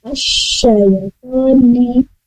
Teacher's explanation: Jadi shin memang sifatnya ada hams, ruhwa, dan kemudian dia tipis. Tapi ada tambahan juga sifatnya, ada sifat apashi, yaitu udara menyebar ya.